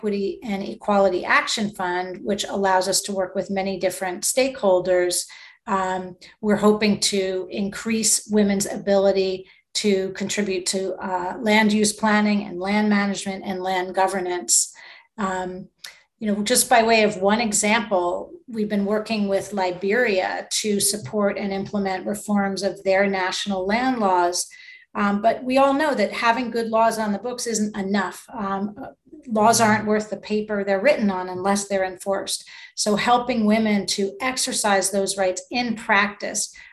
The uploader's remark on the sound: recorded on March 22, 2022, during a virtual event convened by the United States and Landesa on the margins of the 66th United Nations Commission on the Status of Women